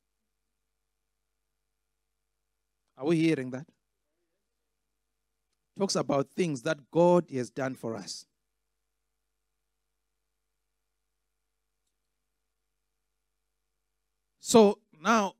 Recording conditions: large echoing room